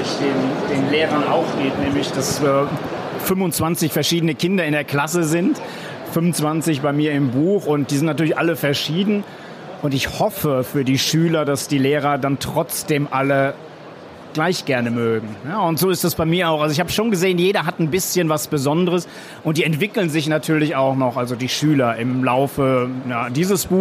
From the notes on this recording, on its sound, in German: Der Podcast von Kids für Kids live von der didacta 2022. Auf der didacta 2022 in Köln. Mutige kleine und große Messegäste stellen ihre Fragen zum Buch.